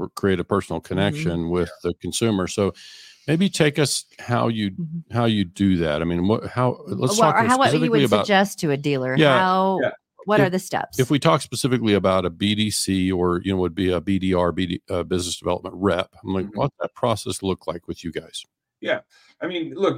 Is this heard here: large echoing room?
no